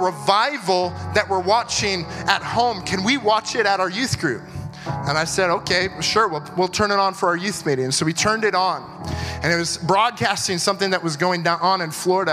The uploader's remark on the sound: at our September 2022 Gathering (at the Church at South Edmonton)